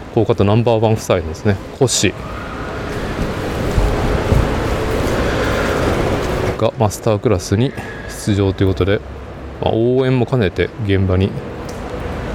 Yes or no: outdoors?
yes